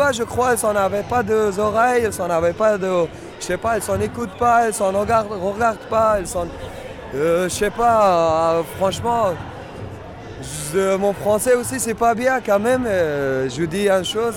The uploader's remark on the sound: A program recorded live on the Place de la République, in French and Arabic.